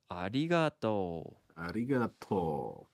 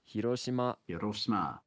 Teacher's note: in Japanese, it's like a combination between R, D, and L all at the same time